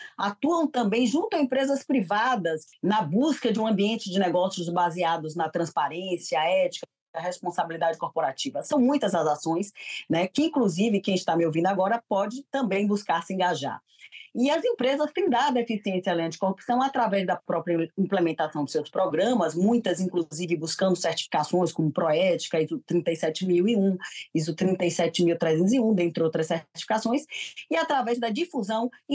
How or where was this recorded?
video call